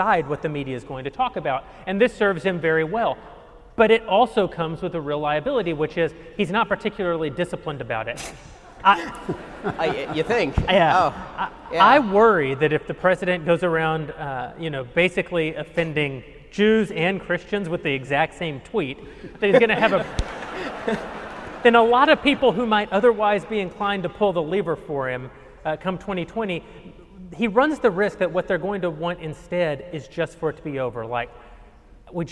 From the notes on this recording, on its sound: Daily Wire Backstage: Live In Long Beach.